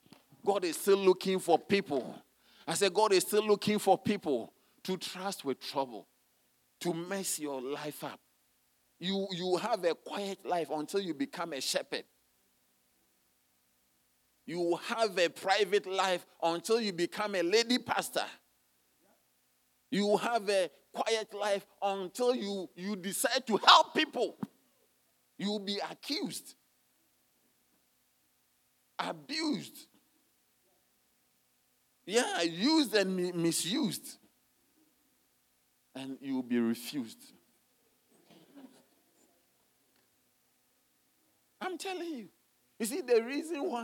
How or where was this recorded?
large echoing room